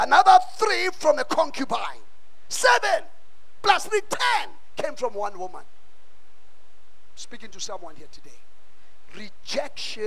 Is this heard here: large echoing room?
yes